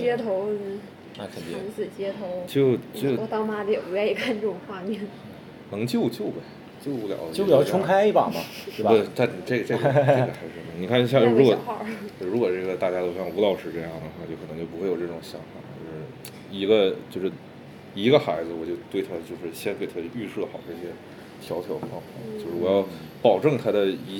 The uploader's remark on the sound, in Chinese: 这一期在麦当劳录的，可能会有很大的杂音。